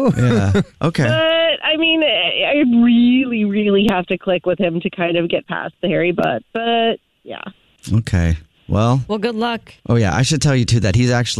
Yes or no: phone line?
yes